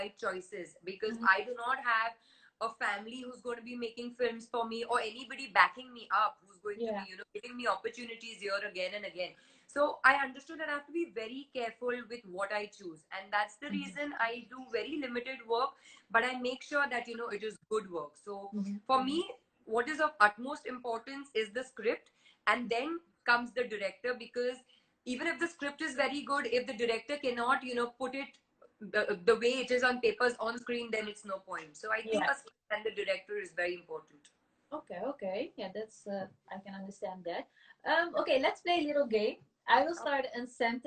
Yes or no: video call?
yes